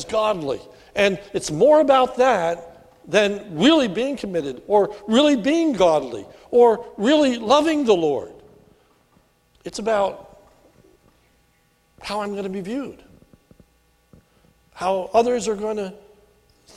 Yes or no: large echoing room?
yes